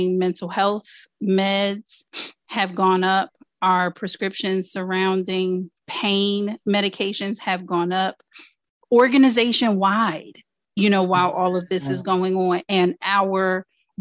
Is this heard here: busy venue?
no